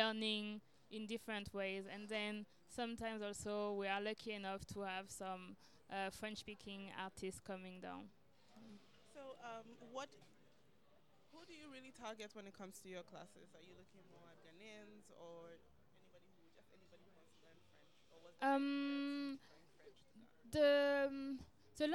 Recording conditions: busy venue